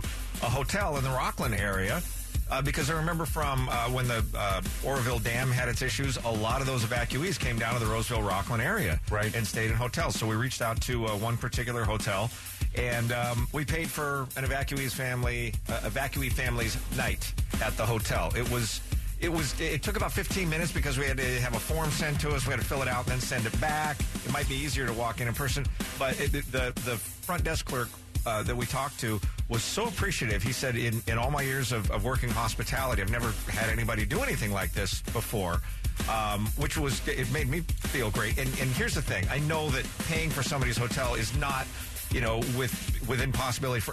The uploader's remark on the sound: taking phone calls